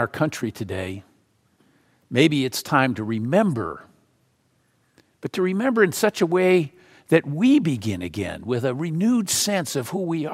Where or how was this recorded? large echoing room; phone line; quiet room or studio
large echoing room